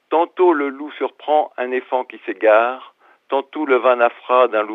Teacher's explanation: certains mots ont leur accent tonique sur la finale, ce qui est la particularité de Grenoble et de sa région